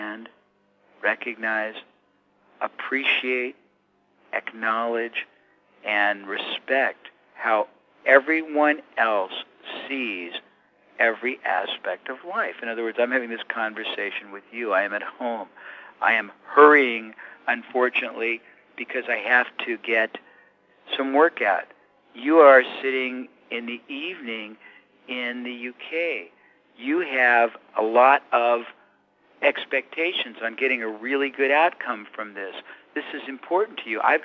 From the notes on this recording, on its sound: I managed to get a few minutes with him by phone